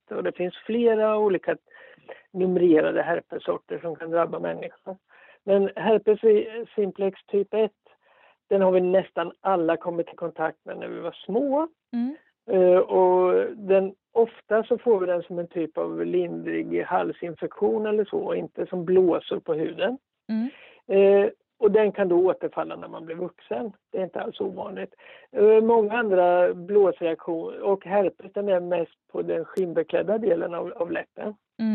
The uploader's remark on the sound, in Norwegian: en liten telefonintervju